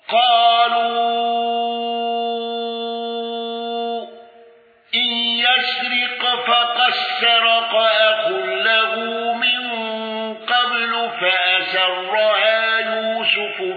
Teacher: خلف عن حمزة بترك الغنة والإدغام